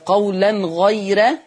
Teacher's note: لما يجي قبلها ياء مادية أو لينة يعني ياء ساكنة هنرقق الراء